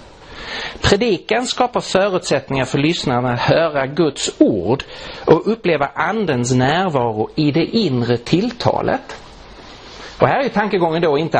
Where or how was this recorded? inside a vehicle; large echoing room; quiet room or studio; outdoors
large echoing room